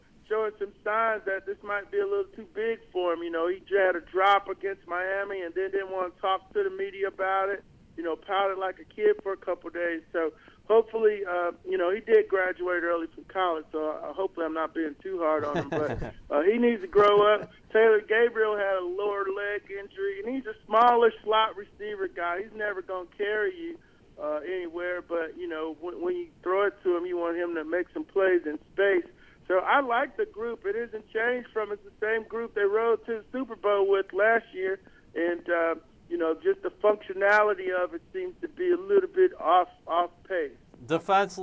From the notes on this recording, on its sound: calls in from Kentucky